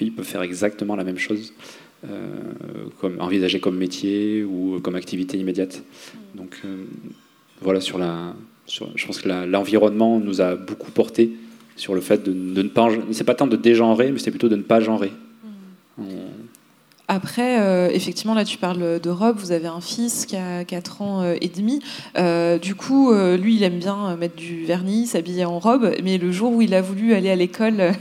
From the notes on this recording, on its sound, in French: Au festival Babes Day. Lors de l’un des talks du Babes Day, le festival féministe organisé par notre association Babes Voices.